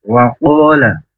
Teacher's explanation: Wa qala huruf wa dari kedua bibir tapi tidak boleh wa tapi wa. Kemudian qa huruf qaf. Ini dari pangkal lidah. Qa-nya panjang dua harokat karena ada alif.